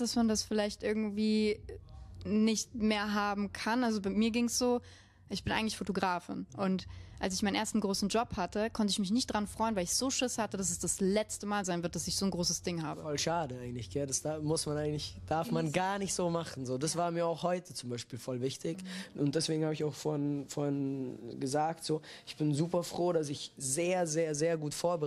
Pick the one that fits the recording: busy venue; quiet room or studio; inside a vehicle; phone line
busy venue